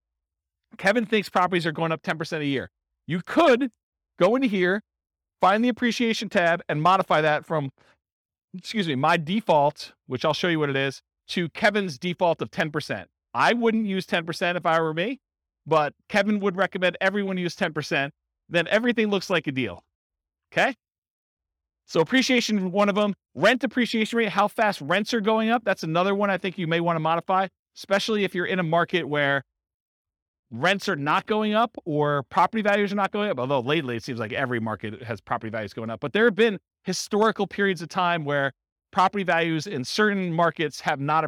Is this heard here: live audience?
yes